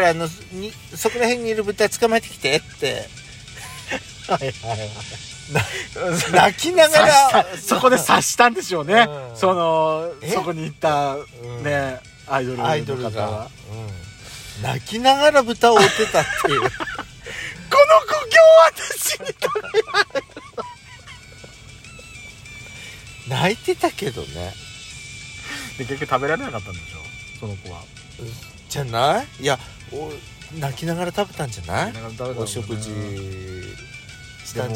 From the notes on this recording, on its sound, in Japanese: パーキング収録